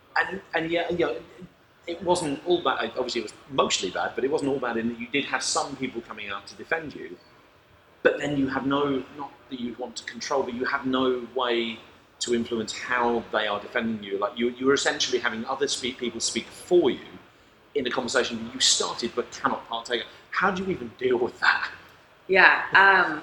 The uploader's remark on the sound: Recorded earlier this year during Nordic Games Conference. This is a one-on-one chat.